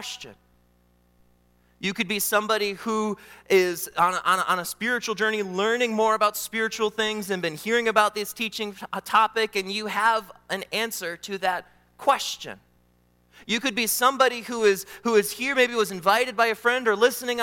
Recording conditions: large echoing room